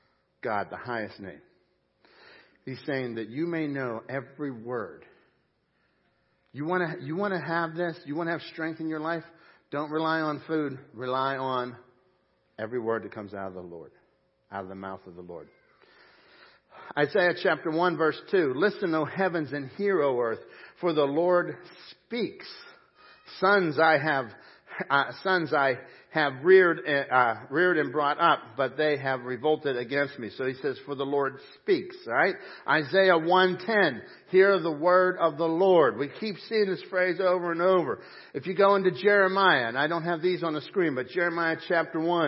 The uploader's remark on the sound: Crossroad Ministries Live Service